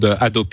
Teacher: You don't pronounce the H.